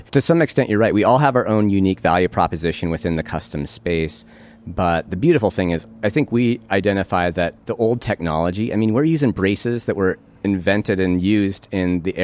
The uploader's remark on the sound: Recorded October 23, 2020 in Fort Yargo State Park, GA.